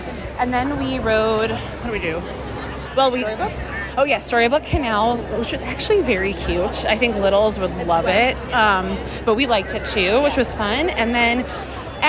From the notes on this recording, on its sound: Live From Disneyland! We are live from California!